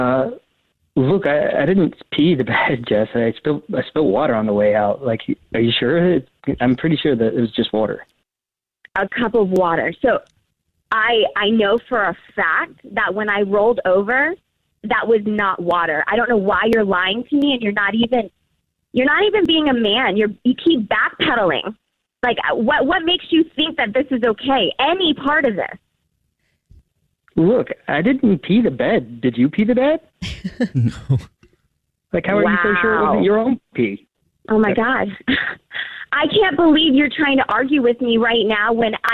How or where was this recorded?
phone line